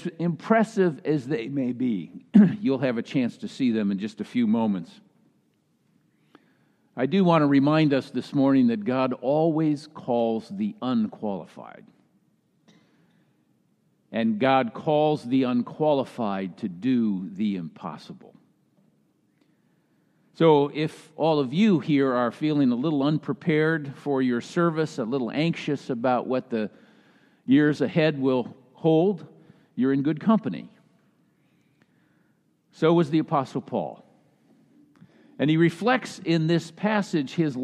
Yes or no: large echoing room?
yes